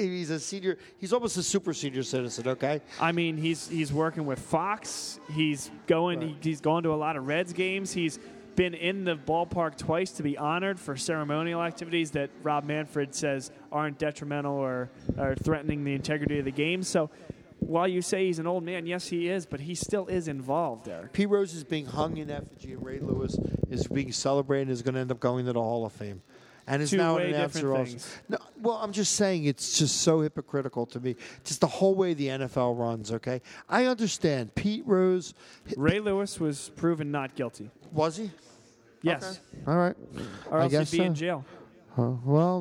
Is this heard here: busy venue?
yes